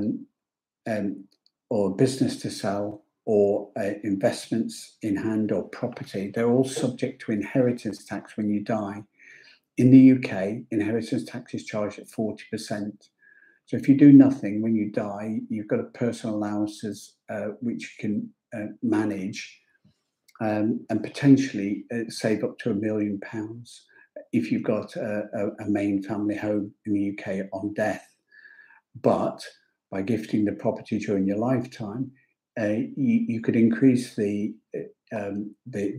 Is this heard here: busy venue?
no